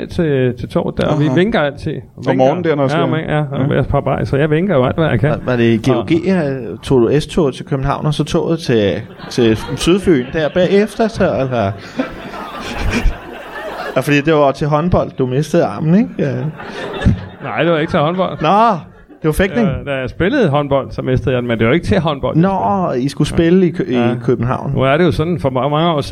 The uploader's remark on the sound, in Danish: LIVE fra Folkekirkens Nødhjælp